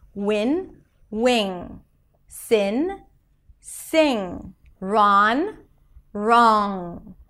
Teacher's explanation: For the NG, the back of the tongue goes up in the back, and the air comes out through the nose. In both cases, the air comes out through the nose.